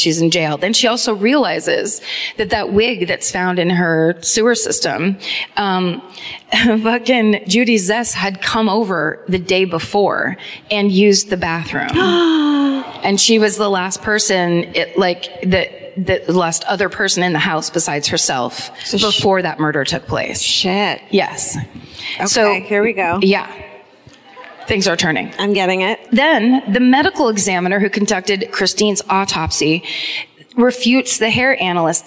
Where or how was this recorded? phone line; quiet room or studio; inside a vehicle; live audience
live audience